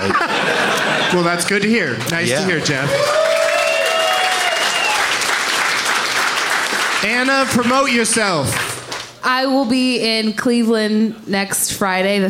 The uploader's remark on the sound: Live from Comedy on State in Madison